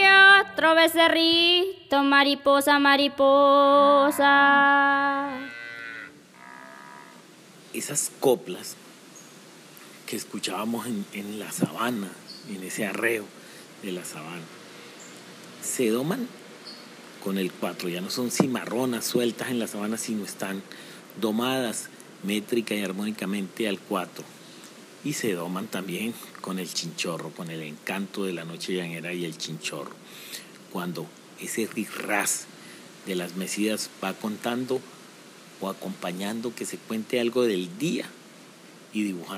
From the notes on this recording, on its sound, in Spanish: Grabado en campo y narrado por un vaquero y gestor cultural de la región.